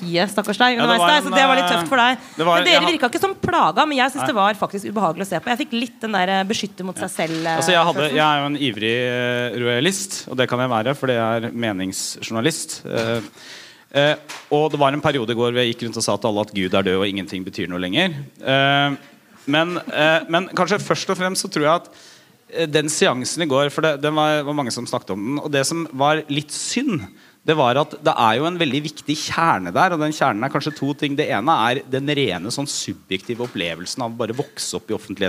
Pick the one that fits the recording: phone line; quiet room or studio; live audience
live audience